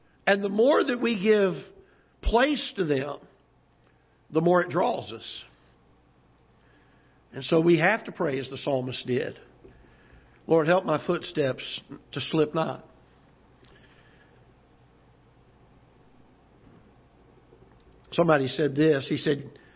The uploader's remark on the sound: Ketha Heights Baptist Church ~ Live Broadcast